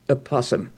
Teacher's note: the Algonquians had an open vowel in front of the P